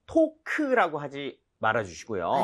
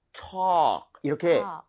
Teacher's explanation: A의 강세를 주시고 그리고 입 모양을 좀 벌려서 · Shown in: second take